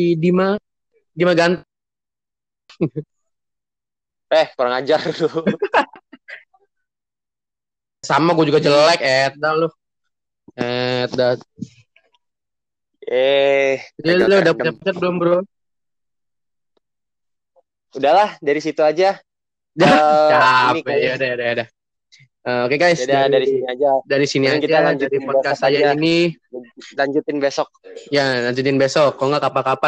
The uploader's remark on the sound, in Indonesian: Untuk audio saya minta maaf karena ada gangguan dari internet juga.